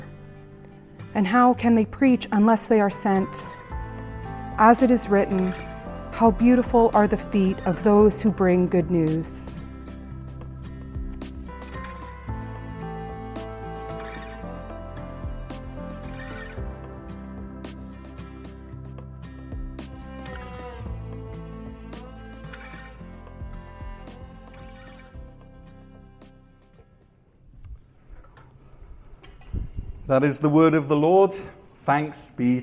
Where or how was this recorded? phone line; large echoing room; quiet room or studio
large echoing room